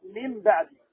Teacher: تحويل النون الساكنه ميما مخفاه عند الباء · Term: القلب